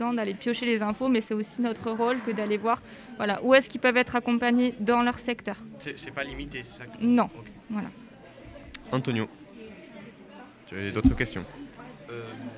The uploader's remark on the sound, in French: Live au Lycée Henri Matisse